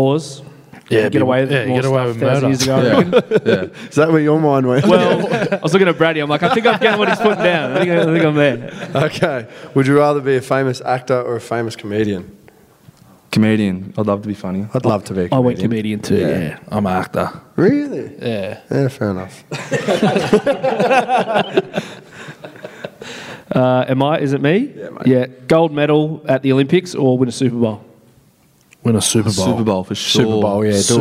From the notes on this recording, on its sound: As part of Member Appreciation Round, we held a live podcast with a few of our loyal Members at the Club's Centre of Excellence.